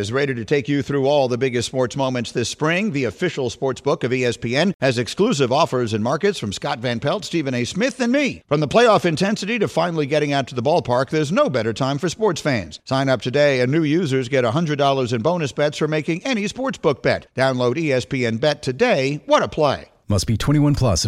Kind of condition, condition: link, phone line